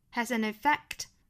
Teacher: has 和后面的 an 做连读